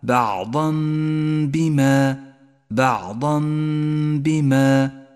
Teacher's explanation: المثال التالي عن حكم الإقلاب، لاحظه عند قوله تعالى: بعضا بما بعضا بما، يقلب التنوين إلى ميم إذا جاء بعده باء، نقف عند الميم بغنة زمنها حركتان